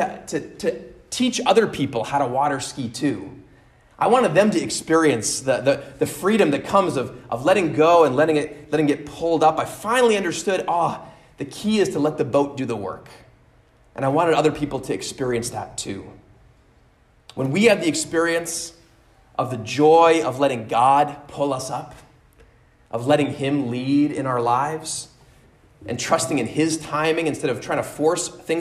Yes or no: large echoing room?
yes